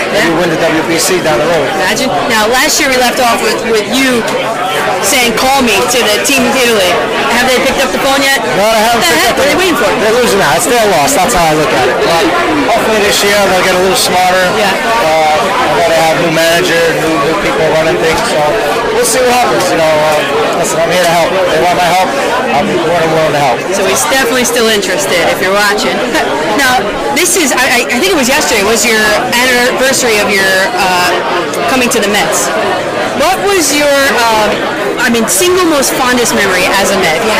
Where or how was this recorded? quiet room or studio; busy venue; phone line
busy venue